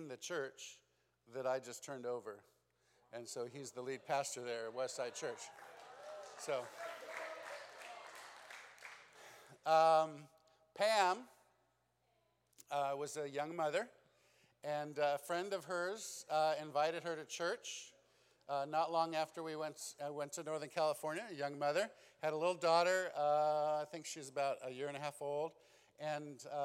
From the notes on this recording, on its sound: This special episode is a recording of our Second & Final Night Session at Immerse Weekend 2022.